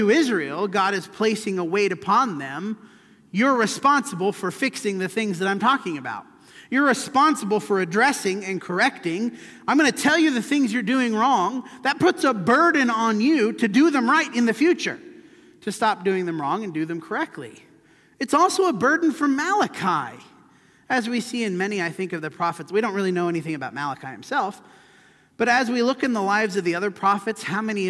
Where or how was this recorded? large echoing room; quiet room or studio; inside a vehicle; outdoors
large echoing room